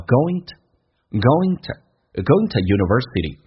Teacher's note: 第一个听力难点就是 to,说成 t 加个 a。红色字体属于非习义词，会有弱化现象，它会弱化成 t 加个 a 叫 t，或者直接说成 t 叫 going touniversity。那么这个单词有可能有的同学反应不过来，因为英式发音叫 university，美式发音 university，所以你要能听懂，因为英美式发音都是英语。